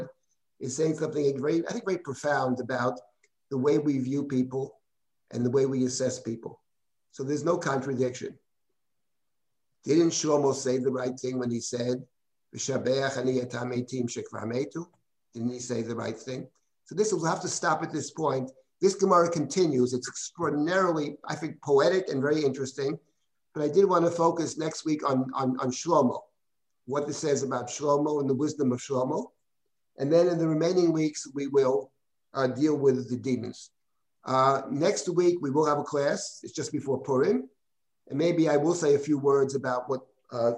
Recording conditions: video call